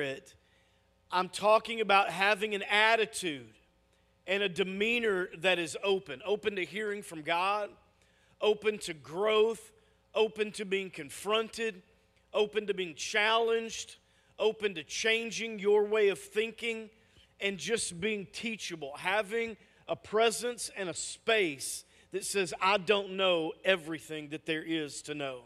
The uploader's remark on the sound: Message audio from our weekend services!